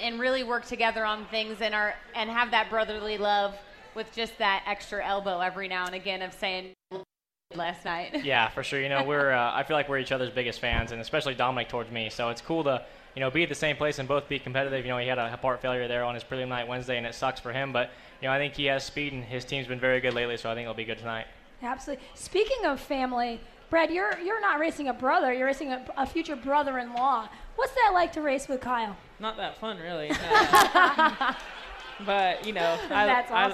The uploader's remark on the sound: Live from the 5-hour ENERGY Knoxville Nationals